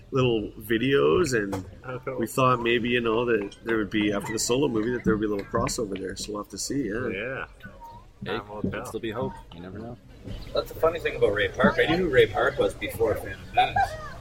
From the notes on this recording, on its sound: The interviews we conducted during Star Wars Day at Storybook Gardens, and our first live episode! It was so much fun to hang out and turn a small corner of London into the galaxy far, far away for just one day. (The audio may be a little rough at points - bear with us as we work out the kinks of recording live!).